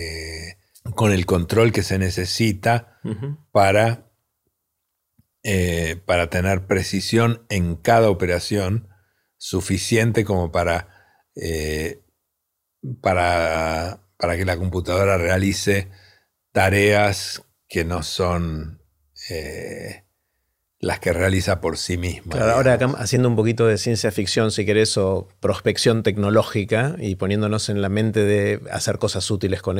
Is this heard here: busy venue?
no